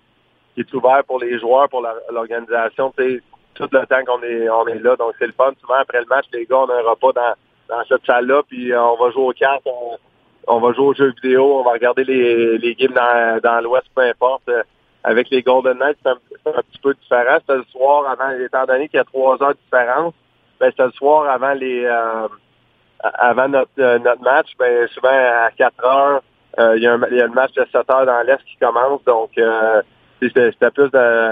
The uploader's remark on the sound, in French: au bout du fil